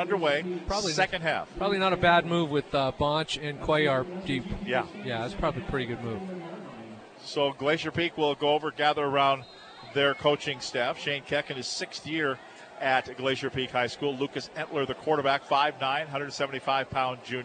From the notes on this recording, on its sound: live from Veterans Memorial Stadium in Snohomish